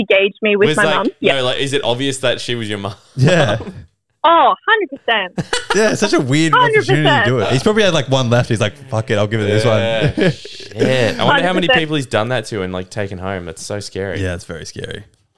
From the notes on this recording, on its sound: Today we have 5 listeners call